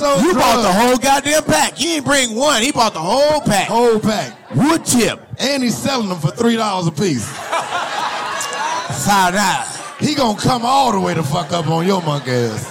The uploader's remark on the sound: (LIVE). The fellas answered questions live from the audience.